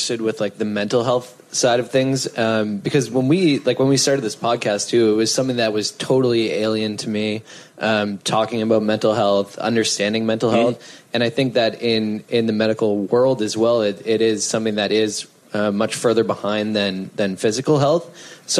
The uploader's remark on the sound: LIVE From SXSW